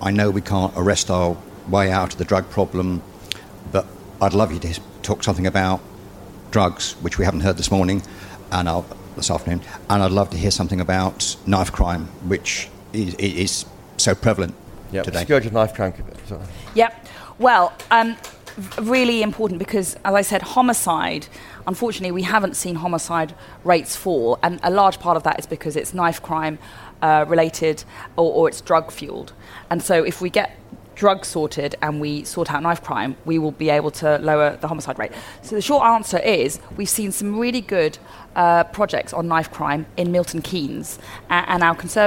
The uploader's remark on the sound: Live from CPC